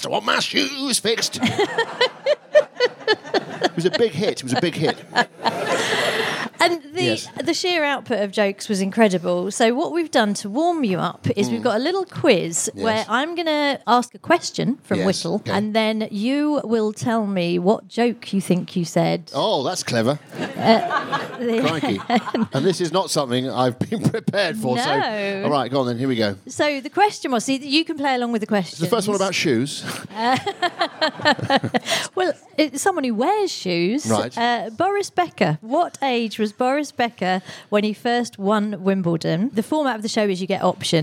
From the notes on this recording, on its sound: 100 FOB LIVE. Took to the stage. Huge thanks to the brilliant team at The Museum of Comedy for looking after us so well, and to everyone who came to watch us there!